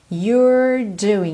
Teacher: Atenção que o é não é pronunciado. Então você tem you're com a língua enrolada